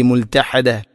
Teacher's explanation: മുൽതഹദ മുൽതഹദ മദ് ഇവദ് ദാലിനെ, അവിടെ തൻവീനാണ്, തൻവീനിൽ വഖഫ് ചെയ്യുന്നു. മദ് ഇവദ് രണ്ട് ഹർക്കത്തിന് തുല്യമായിട്ട് നീട്ടണം